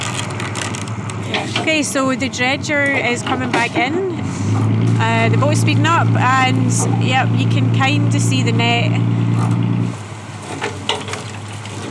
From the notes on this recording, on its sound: The team sailed out into Loch Ryan. Joined the team on the boat to talk to us.